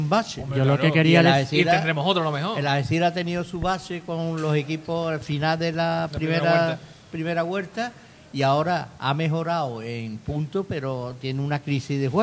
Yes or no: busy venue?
yes